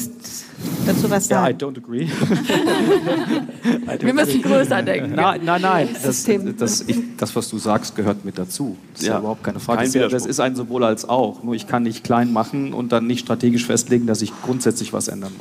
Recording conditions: live audience